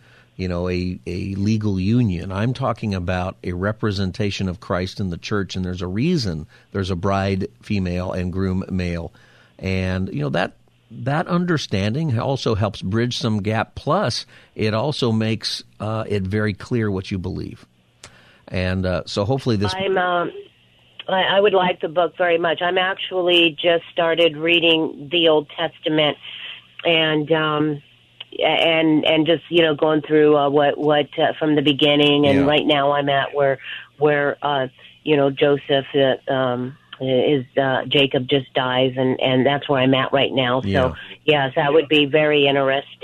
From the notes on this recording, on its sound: Open Phone Friday Continues! Continues to take your calls for Open Phone Friday!